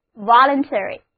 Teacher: 重音放在第一个音节上